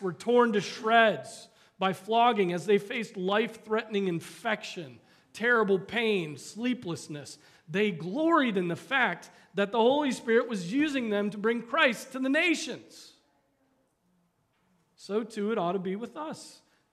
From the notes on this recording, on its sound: Preached on March 19, 2023 at Trinity Presbyterian Church